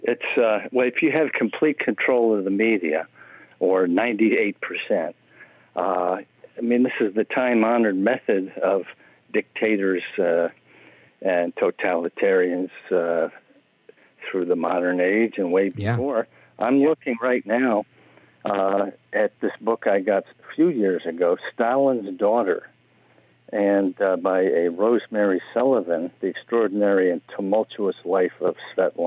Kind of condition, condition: link, phone line